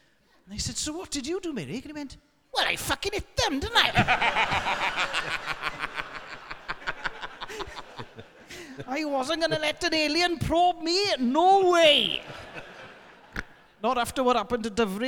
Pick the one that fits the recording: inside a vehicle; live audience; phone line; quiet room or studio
live audience